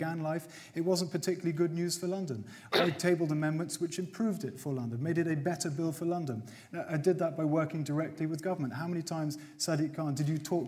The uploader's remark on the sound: mayoral hustings, where London's mayoral candidates traded blows on stage